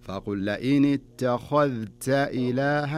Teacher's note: الخاء تكون مفخمة والتاء والذال تكون مرققة وعدم إدغام الذال في التاء